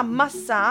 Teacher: il rafforzamento iniziale con la doppia M, l'apocope con la perdita del suffisso re di ammassare, insieme alla feresi della A iniziale, ovvero alla caduta del suono iniziale, che in questo caso è la A.